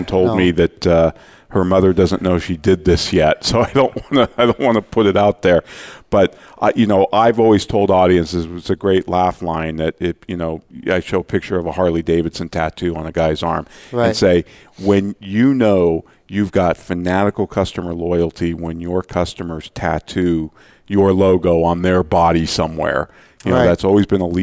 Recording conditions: busy venue